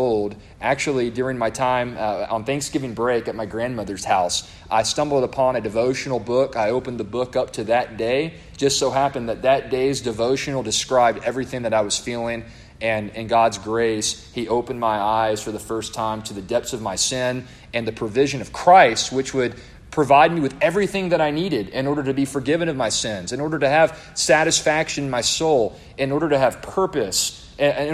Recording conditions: live audience